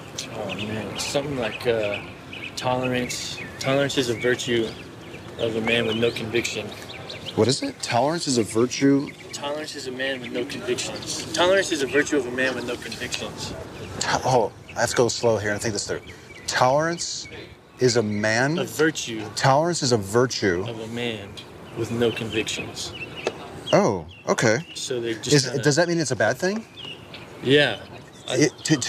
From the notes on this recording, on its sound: Location: San Antonio, Texas. Recorded w/Go-Pro.